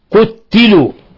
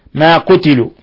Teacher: قرأ هشام بتشديد التاء قتلوا، لو أطاعونا ما قتلوا، وقرأ الباقون بتخفيف التاء ما قتلوا